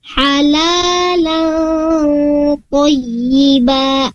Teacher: di sana ada tanwin bertemu dengan huruf ko. Halalang di sana hukumnya ikhfa, ditahan dua rakaat.